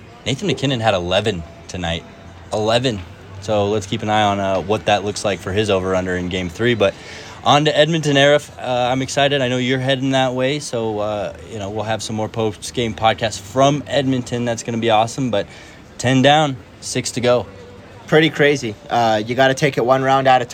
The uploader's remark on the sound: quick hit post-game live from Ball Arena edition of Hockey Mountain High